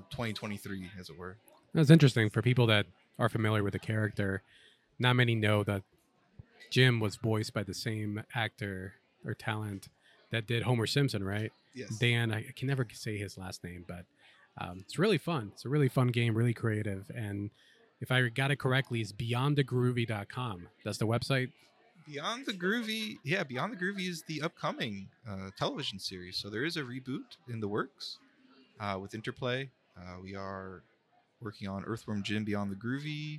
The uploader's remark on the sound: Recorded at Tampa Bay Comic Con 2023.